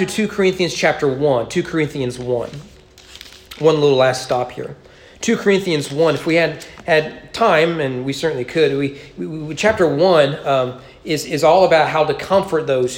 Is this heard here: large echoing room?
yes